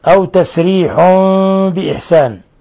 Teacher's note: الحكم التجويدي إقلاب حيث قلبنا النون ميما مخفى عند الباء